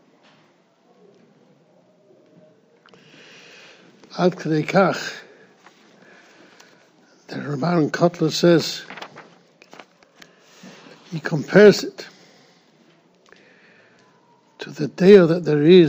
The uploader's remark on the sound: Shiur recorded in Yeshivas Ohr Reuven, Monsey, NY.